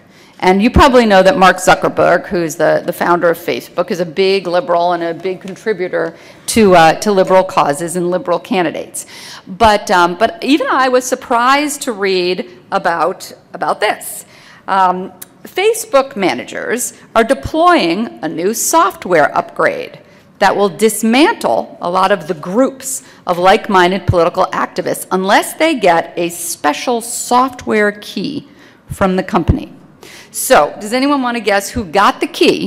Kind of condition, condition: setting, live audience